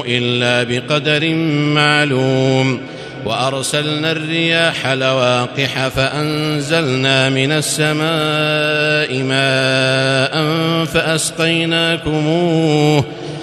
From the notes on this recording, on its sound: This is Live Recitation from Masjid ul-Haram in Al-Makkah Al-Mukarramah, 1440 H.